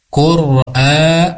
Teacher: ini ada mad badal dipanjangkan dua harakat